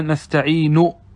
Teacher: الإشارة بالشفتين في الرفع والضم عند الوقف، على نحو قوله تعالى مثلا: نستعين، ثم تضم الشفتين. · Term: الإشمام